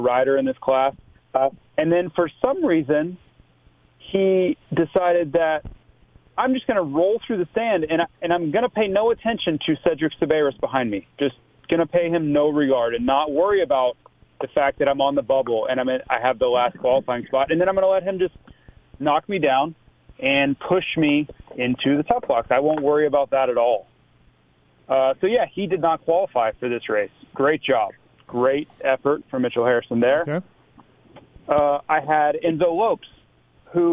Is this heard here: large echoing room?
no